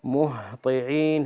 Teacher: سكني الهاء، لا تقولي مه بالقلقلة، لا يصح